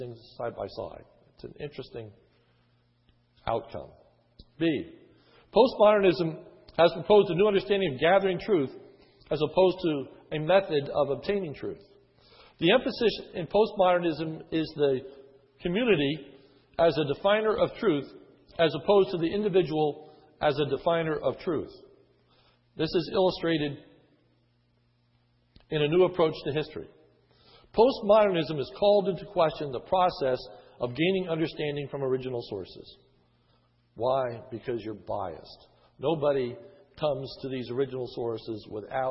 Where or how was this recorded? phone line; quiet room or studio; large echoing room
large echoing room